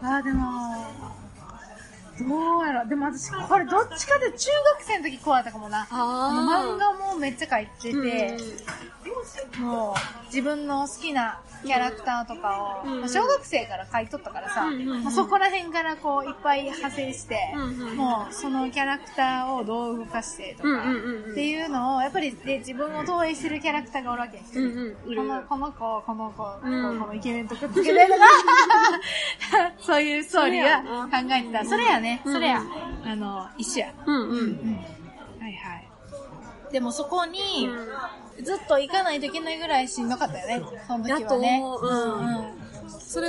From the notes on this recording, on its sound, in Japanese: 中盤からカフェのBGMが大きくなってしまい、お聞き苦しい部分もあるかと思います。